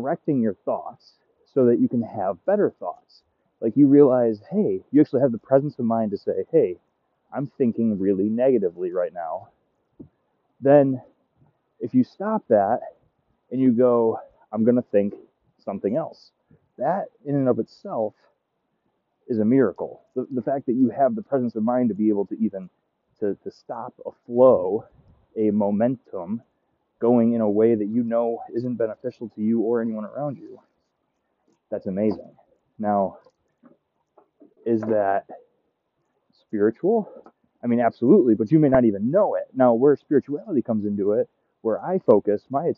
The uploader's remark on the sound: The dogs are barking, the wind is blowing